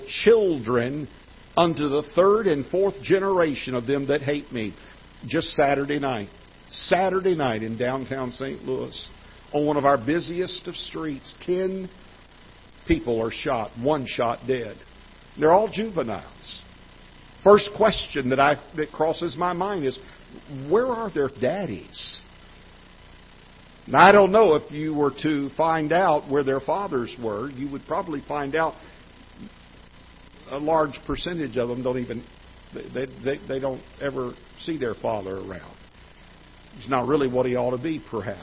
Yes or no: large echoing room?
yes